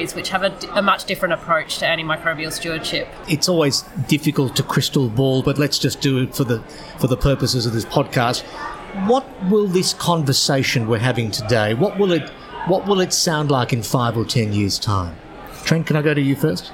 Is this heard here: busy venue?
yes